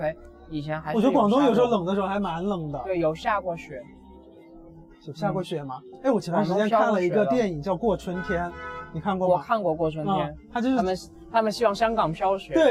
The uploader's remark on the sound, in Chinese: 这是在西安城墙下录制的一期播客